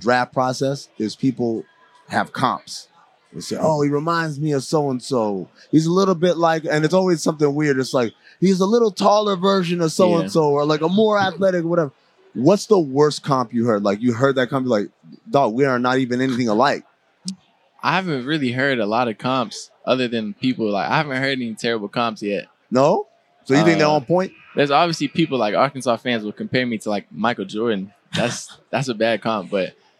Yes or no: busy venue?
yes